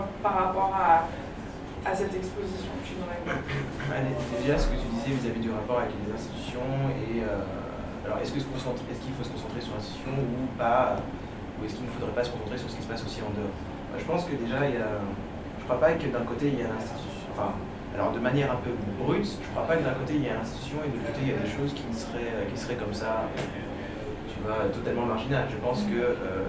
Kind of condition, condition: setting, busy venue